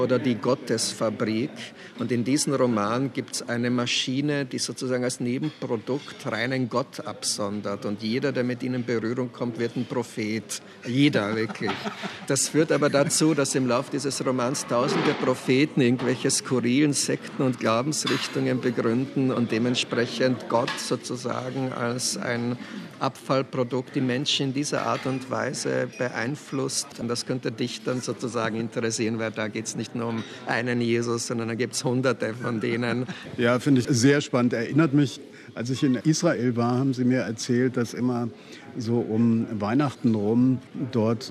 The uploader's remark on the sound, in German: In Thomas Bernhards Wiener Stammcafé.